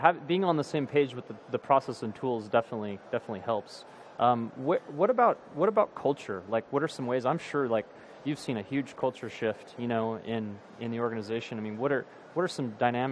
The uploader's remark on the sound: Live at Ignite 2015